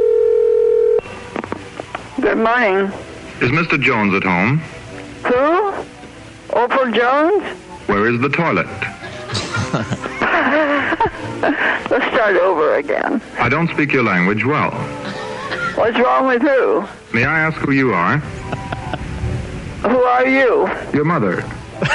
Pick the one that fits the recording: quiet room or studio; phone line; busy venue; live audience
phone line